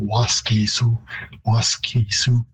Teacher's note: it would be a longer vowel in Cree, even though the stress is on the first syllable